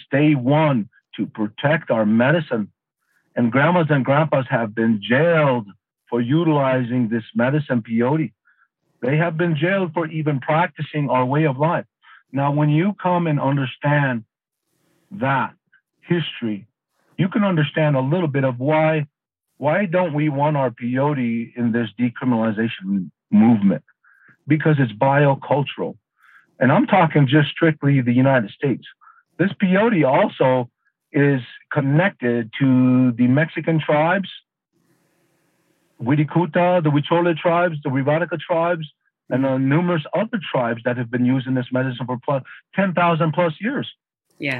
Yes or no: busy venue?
no